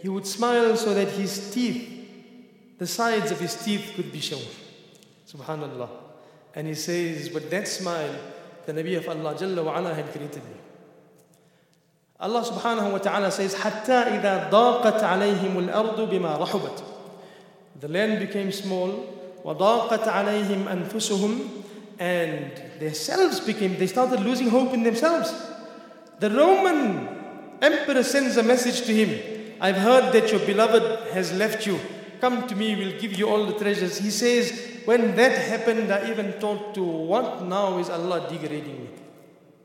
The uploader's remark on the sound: at the Houghton Masjid (West Street), Johannesburg, South Africa